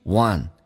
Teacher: want 这是一个前鼻，很多人喜欢发成后鼻叫 want，那是有问题